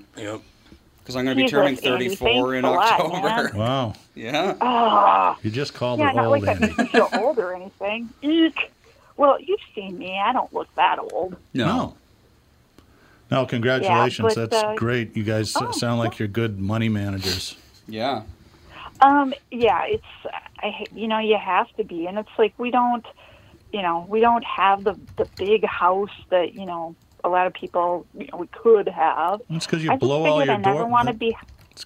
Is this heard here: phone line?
yes